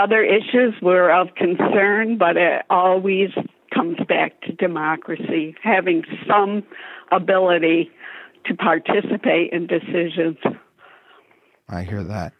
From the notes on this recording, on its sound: They invite listeners to call in and share their perspectives on the developing news from the midterm elections. They also check in with reporters across the country who have been covering the races in their states. The podcast episodes are lightly edited from our live broadcasts.